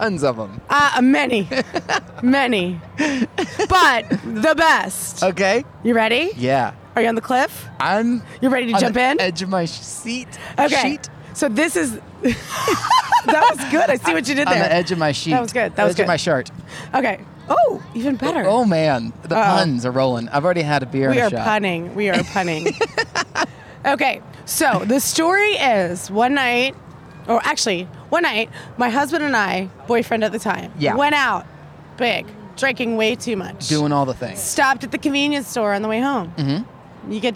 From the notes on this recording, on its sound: I hit the streets and recorded lot of random poop stories.